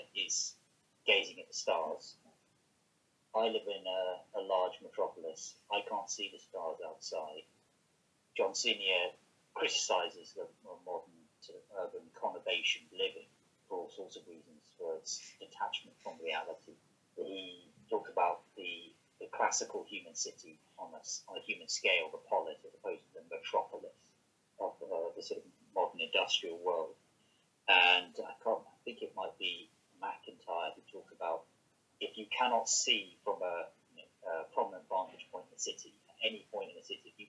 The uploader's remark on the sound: Apologies there were audio problems recording this conversation.